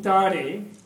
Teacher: it's not an aspirated T. It's not Tare.